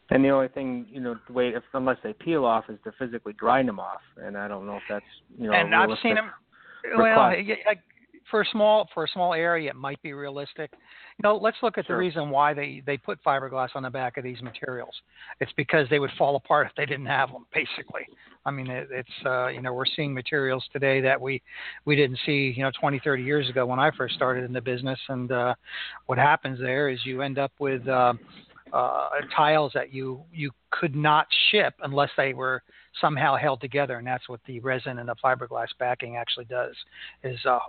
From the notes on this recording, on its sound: It is a call in show